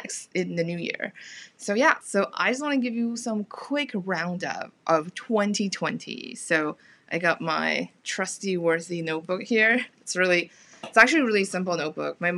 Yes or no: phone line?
no